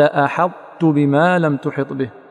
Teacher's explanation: فتذهب الطاء وتبقى صفتها وهي صفة الإطباق مع المحافظة على تشديد التاء · Term: إدغاما ناقصا